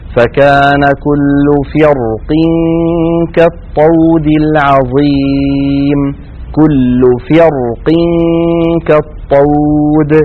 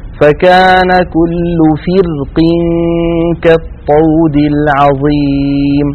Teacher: فما زالت القاف تؤثر على جارتها الراء وتفخمها · Shown in: first take · فعندئذ نقول فكان كل فرق كالطود العظيم، كل فرق كالطود. · Term: فخمت الراء